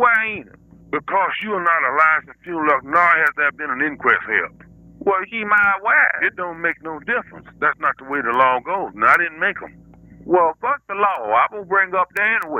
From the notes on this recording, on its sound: RBCP's Personal Prank Phone Calls Collection